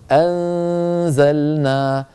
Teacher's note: مع غنة ممطوطة لأن هذا الحكم إخفاء